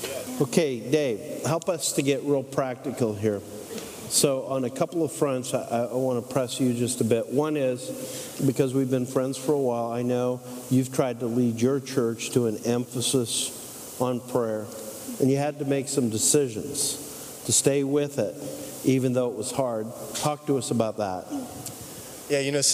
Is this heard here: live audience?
yes